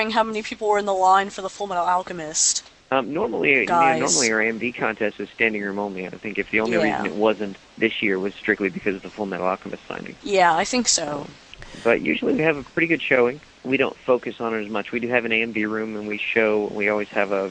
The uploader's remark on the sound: with our special guest via telephone